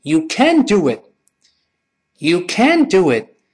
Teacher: 后面那个 t 又会失去爆破，只是做一个动作，但是听不到 t 这个声音